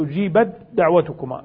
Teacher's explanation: سبقت التاء الدال والتاء ساكنة والدال متحركة، فجاز الإدغام هنا